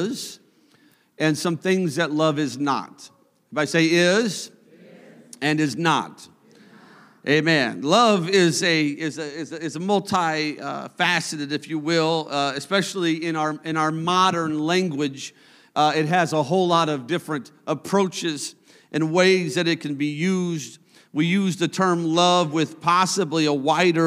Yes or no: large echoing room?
yes